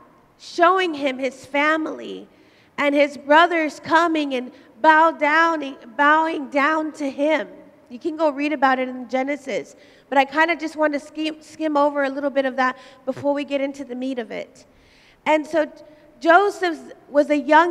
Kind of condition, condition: setting, large echoing room